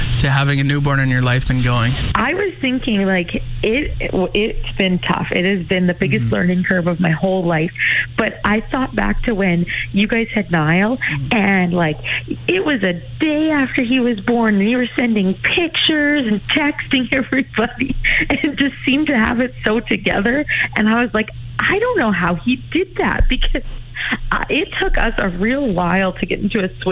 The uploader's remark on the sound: chat on the phone